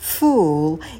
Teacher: И в конце темный звук л, л, кончик языка за нижними зубами.